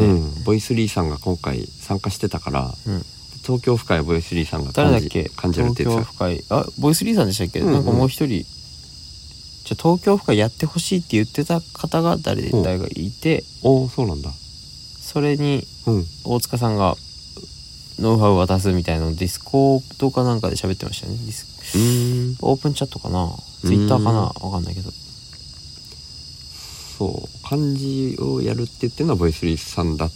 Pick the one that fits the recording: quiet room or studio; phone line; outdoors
outdoors